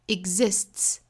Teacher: 是爆破辅音，后面呢遇到另外一个种类的辅音，这个时候前面的是不真正的爆破，也就是白口型，但是不爆破出来，所以是 exist，相当于好像声音在这里面憋了一下，断了一下，exist。好，那后面再加 s 要读成 exists，本来是 t，这里面的 t 后面加到 s 应该读 ts，exists。所以前面呢这个 s 对应的是清辅音的 s，后面 ts 组成了一个发音，就是 ts，很像我们汉语里面这个一次两次次的声母